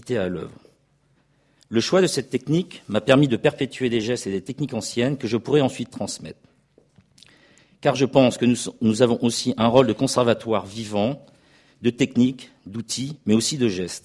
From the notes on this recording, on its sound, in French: enregistrée le 29 janvier 2016 dans le cadre du colloque « Mobiliers, ensembles, décors.